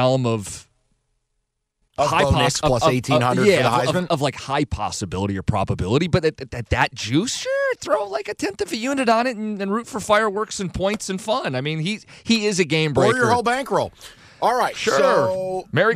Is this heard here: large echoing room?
no